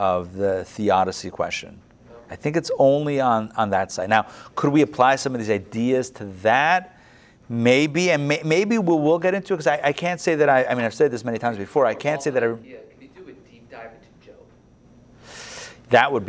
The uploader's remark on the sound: Recorded live at the Intown Jewish Academy on July 25, 2021